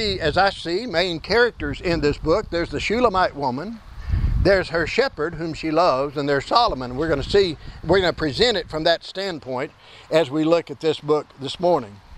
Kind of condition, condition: fault, wind noise